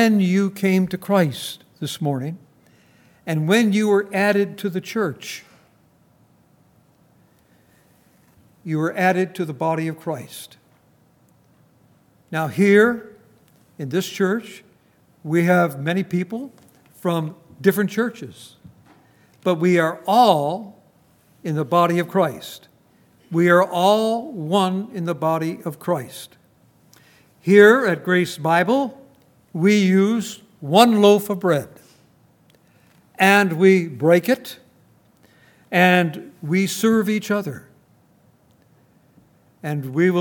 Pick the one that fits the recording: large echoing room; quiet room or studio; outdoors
large echoing room